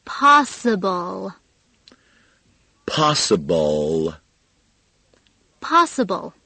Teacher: 在单词的最后是以 L 舌尖舔住上齿龈这样一个特别难发的音结束的